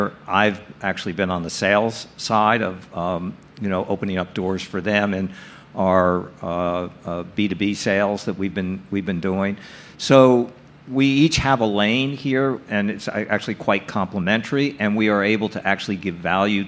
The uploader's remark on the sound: Recorded March 2, 2022 at the Upfront Summit